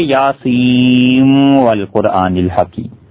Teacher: یاسین کے نون کو واو کے ساتھ ملا دیں گے، لیکن ناقص ادغام کے ساتھ